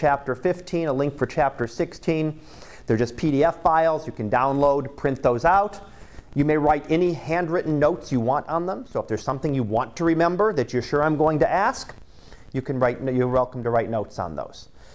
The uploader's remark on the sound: Live Class Lecture